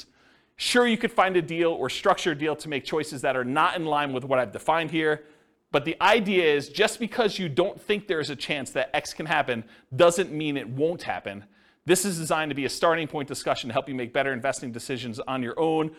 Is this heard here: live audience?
yes